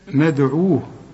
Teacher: وادي الباء خدناها اللي خدناها بتاعت القلقلة من قبل. ندعو الدال برضو نقلقل ما دام عليها السكون